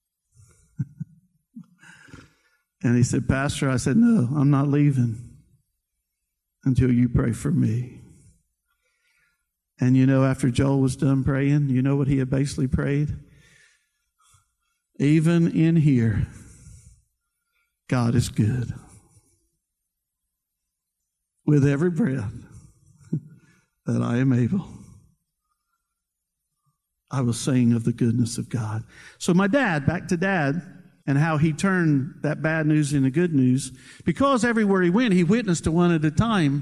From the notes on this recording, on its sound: preached at Seashore church of the Nazarene in Cape May, New Jersey